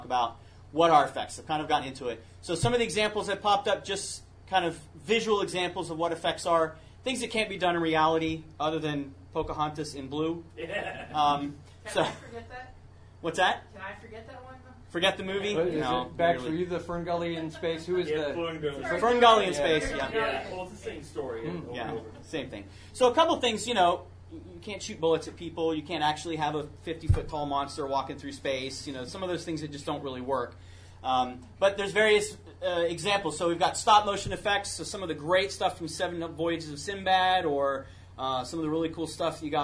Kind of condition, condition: setting, live audience